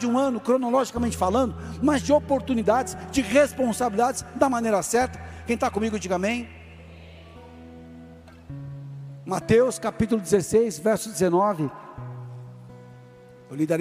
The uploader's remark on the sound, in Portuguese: Áudio extraído do culto da igreja Bola de Neve Porto Alegre.